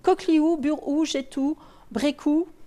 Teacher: on arrive à ol, le L se vocalise, on arrive à ou.